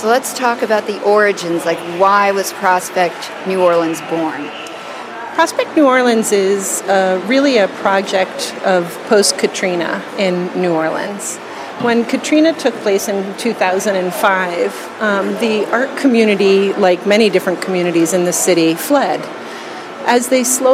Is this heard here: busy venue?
yes